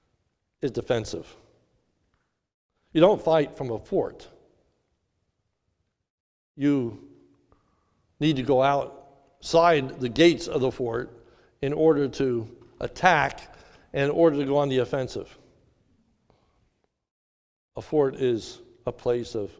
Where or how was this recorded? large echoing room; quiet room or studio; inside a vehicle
large echoing room